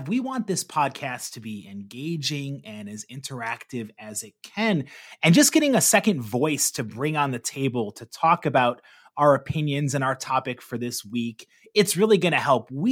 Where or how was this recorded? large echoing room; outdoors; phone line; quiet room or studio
quiet room or studio